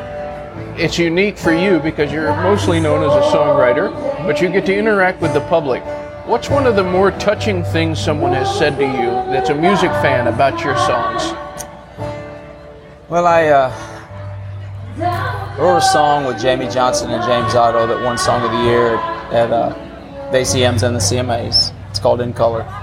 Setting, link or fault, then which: fault, background noise